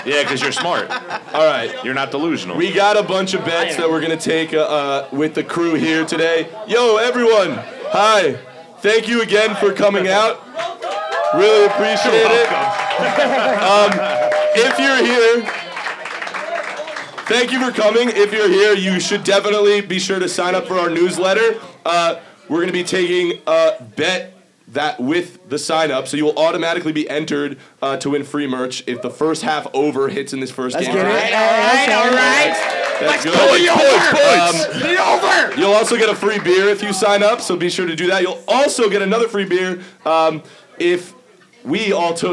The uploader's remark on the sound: LIVE FROM OVERLOOK NYC. The Caps Off crew hit the bar in NYC for a live podcast.